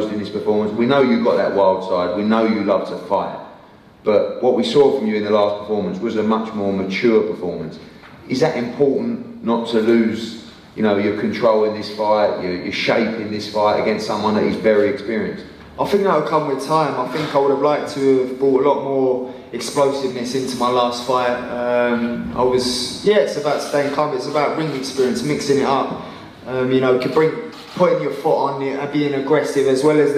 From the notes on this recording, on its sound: JD NXTGEN press conference